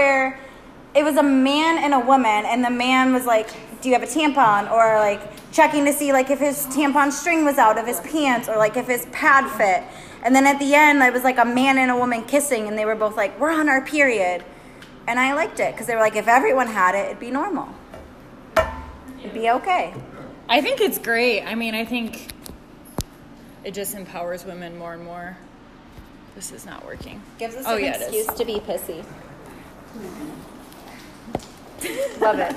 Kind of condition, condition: setting, busy venue